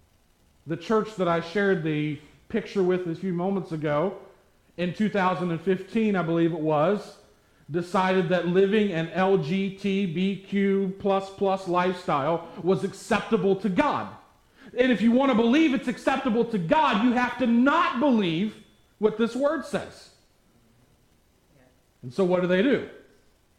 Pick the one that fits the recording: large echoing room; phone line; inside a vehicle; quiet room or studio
large echoing room